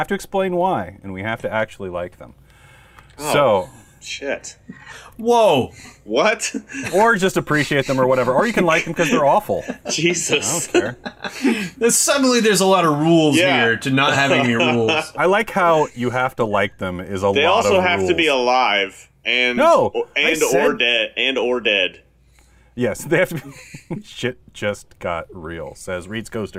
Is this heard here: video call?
no